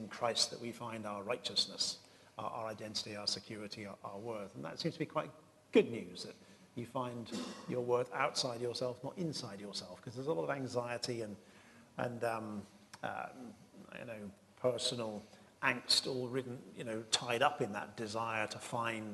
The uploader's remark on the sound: This GodPod was recorded as part of a Reformation Symposium hosted by St Mellitus College last month.